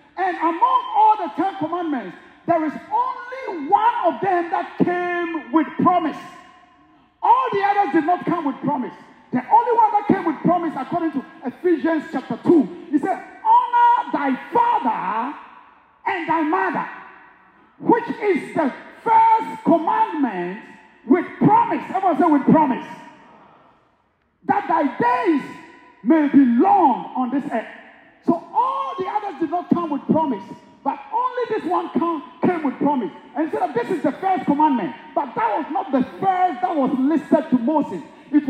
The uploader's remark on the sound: speaks during a men's breakout session at the 2023 Building the Bridge Conference in Houston, Tx.